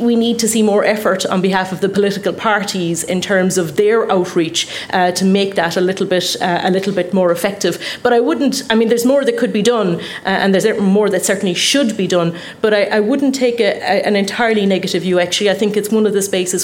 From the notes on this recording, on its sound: The first ever episode of Inside Politics recorded in from of a live audience.